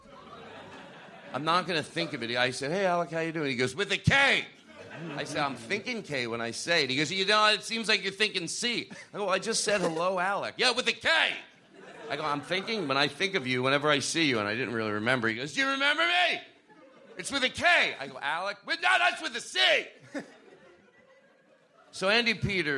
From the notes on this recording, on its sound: This episode is live from San Francisco Sketchfest